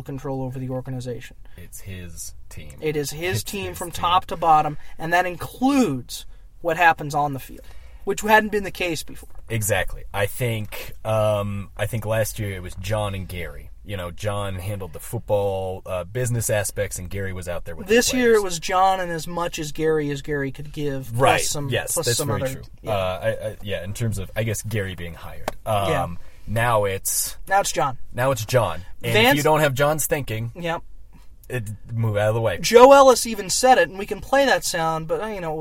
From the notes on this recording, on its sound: Were there to cover the press conference and report from the parking lot of the UC Health Training Center.